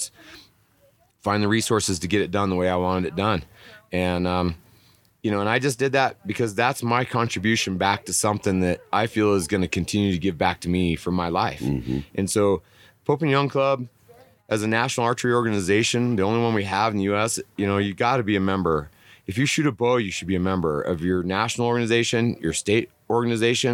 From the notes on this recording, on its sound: Mountain Archery Fest live episode. Live from Purgatory resort in Durango, Colorado.